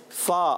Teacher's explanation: اوپر کے دانتوں کے کنارے اور نچلے ہونٹ کے تر حصے سے فا ادا ہوتا ہے. اور یہ بھی حروف شفویہ میں ہے.